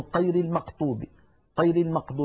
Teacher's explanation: يشوبون صوت الغين بشيء من القاف